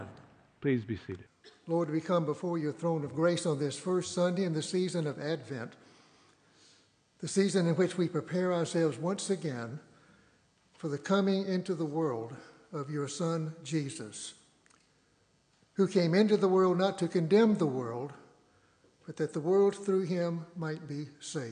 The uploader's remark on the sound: Driving Toward the Goal is a podcast of the Sunday morning worship service at Laguna Presbyterian Church.